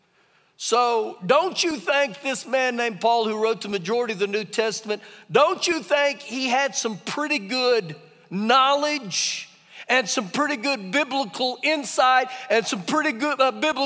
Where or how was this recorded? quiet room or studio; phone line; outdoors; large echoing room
large echoing room